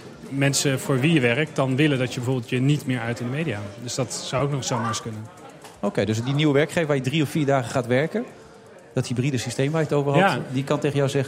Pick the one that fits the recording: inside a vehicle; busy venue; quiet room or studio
busy venue